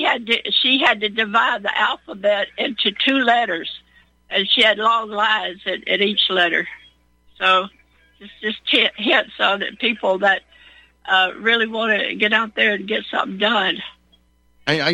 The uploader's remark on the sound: Your phone calls